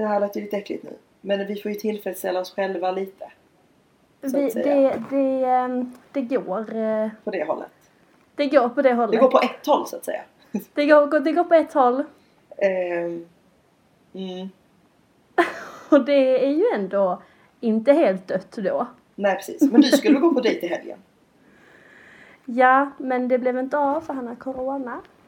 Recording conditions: poor microphone